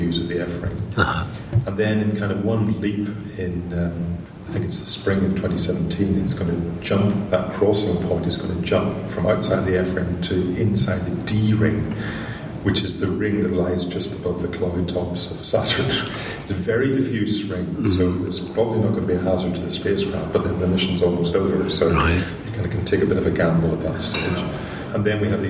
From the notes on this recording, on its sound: This interview was recorded during the National Astronomy Meeting in Manchester in March 2012.